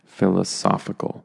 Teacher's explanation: The emphasis in this case is on the S, philosophical. Not philosophical or something like that.